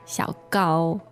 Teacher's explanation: that's third tone and first tone